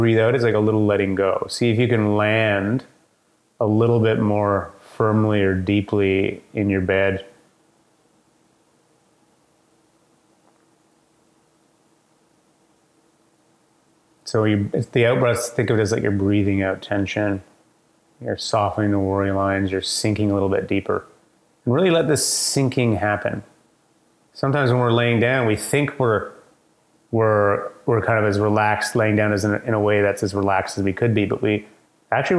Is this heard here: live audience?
no